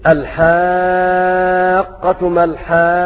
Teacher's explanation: المد اللازم الكلمي المثقل الذي يمد عند جميع القراء بمقدار 6 حركات